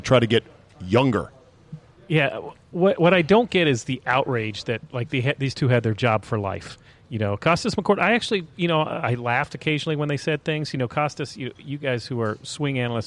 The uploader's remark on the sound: Taped live at GolfDom Golf in Tyson's Corner, VA.